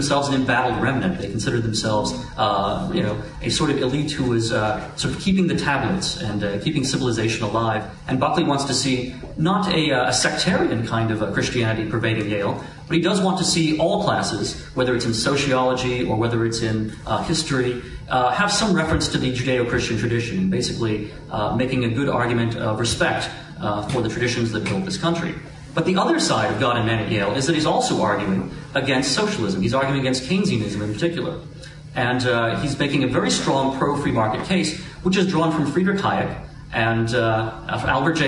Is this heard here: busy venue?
yes